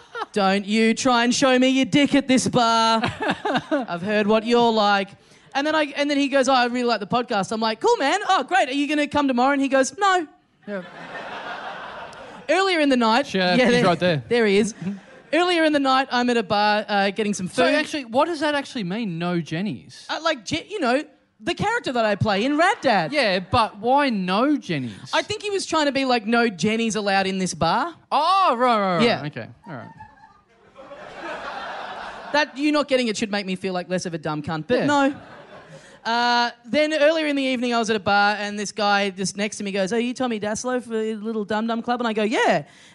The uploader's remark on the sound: Recorded LIVE at the European Bier Cafe on December 5, 2015.